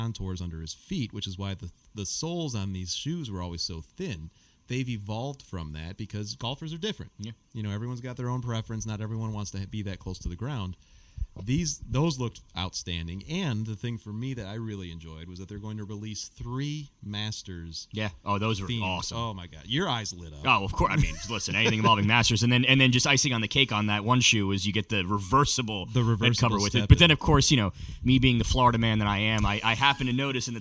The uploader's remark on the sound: LIVE from the 2024 PGA Show. (face-to-face for the first time!). Live from Orlando, Florida to reflect on the 2024 PGA Show.